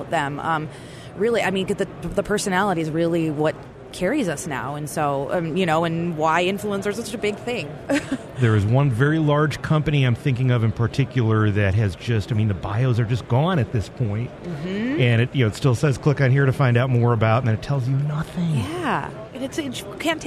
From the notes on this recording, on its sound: Live at the NAB Show.